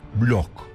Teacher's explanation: B ile L arasına ünlü harf sıkıştırıp kurtuluyoruz bu eziyetten. L harfi de ince olacak